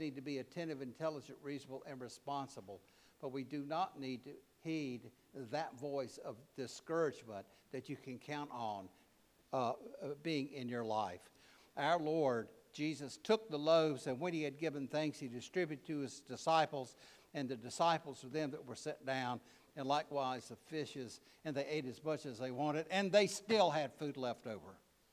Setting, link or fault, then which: setting, large echoing room